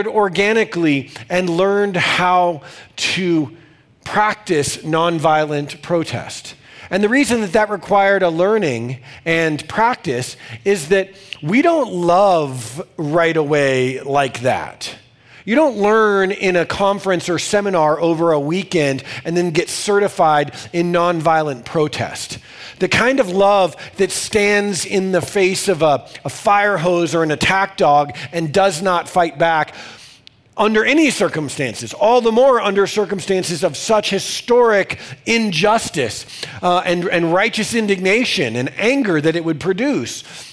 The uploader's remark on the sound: These messages are recorded during our weekend services in Denver, Colorado.